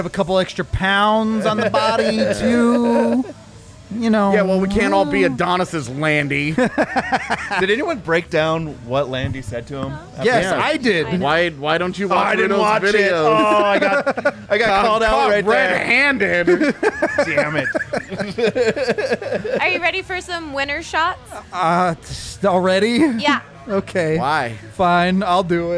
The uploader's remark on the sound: come to you live from the DNVR Bar